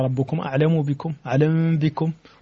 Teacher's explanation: فالميم الساكنة قبل الباء حكمها الإخفاء